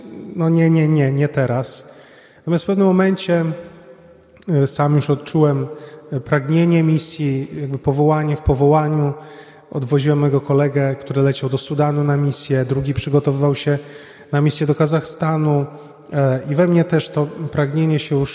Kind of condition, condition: setting, large echoing room